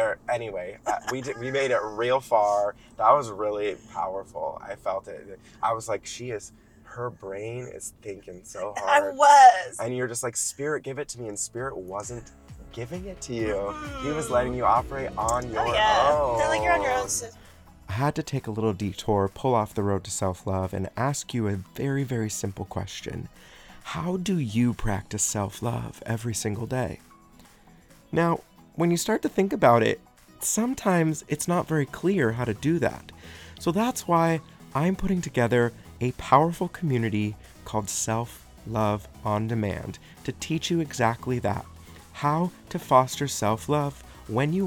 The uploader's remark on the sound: joins me in the car